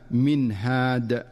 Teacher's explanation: فالنون الساكنة جاءت بعدها الهاء فتظهر النون إظهارا واضحا من مخرجها دون مبالغة أو تكلف · Term: الإظهار